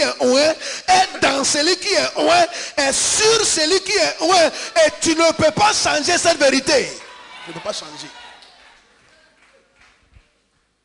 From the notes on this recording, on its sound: Preached at a Healing Jesus Campaign Pastors' Conference in Bertoua, Cameroon